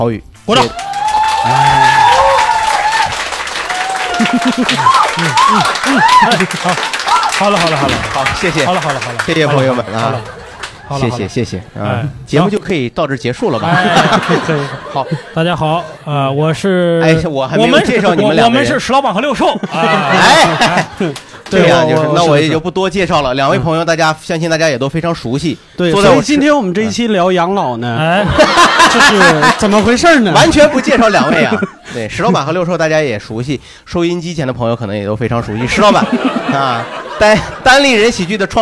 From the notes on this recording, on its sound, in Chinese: 现场来了一位爸爸。